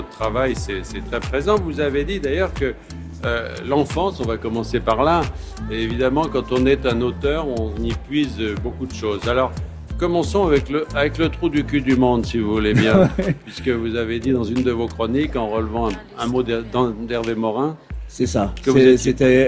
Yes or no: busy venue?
yes